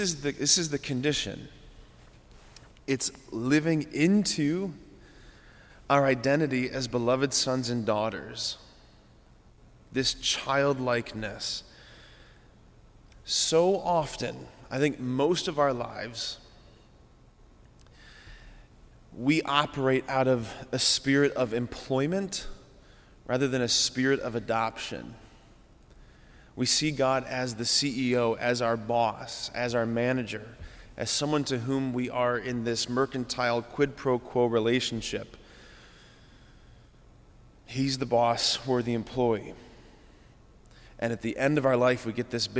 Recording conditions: large echoing room